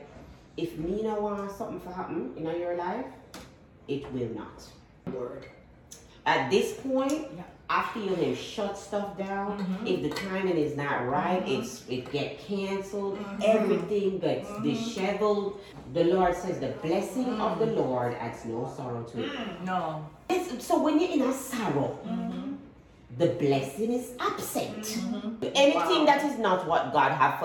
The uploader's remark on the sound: This episode is LIVE inside the Let it Go Queens event.